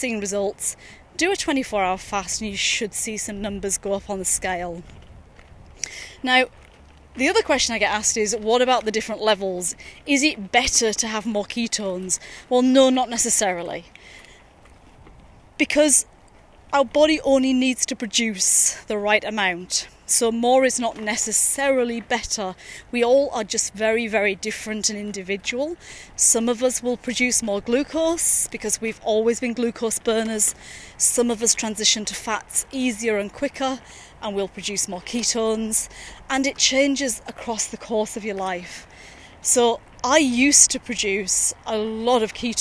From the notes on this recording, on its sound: recorded during daily walks